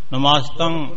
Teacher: ਕਈ ਵਾਰੀ ਕਹਿੰਦੇ ਜੀ, ਕਹਿੰਦੇ ਨਮਾਜ ਤੰਗ ਕਹਿ ਦਿੰਦੇ, ਗੱਗਾ ਬੋਲ ਜਾਂਦੇ ਨੇ, ਮਗਰ ਗੱਗਾ ਨਹੀਂ ਬੋਲਣਾ, ਨਮਸਤੰ ਉੱਪਰ ਹੀ ਨੱਕ ਚ ਹੀ ਬੋਲਣਾ, ਟਿੱਪੀ ਬੋਲਣੀ, ਉਸ ਤੋਂ ਬਾਅਦ ਅਗਾਂਹ ਕੋਈ ਅੱਖਰ ਨਾ ਬੋਲੇ, ਗੱਗਾ ਜਾਂ ਹੋਰ ਕੁਛ ਗੰਗਾ ਨਾ ਬੋਲ ਜਾਵੇ, ਇੱਕ ਖਿਆਲ ਕਰਨਾ ਨਮਸਤੰ।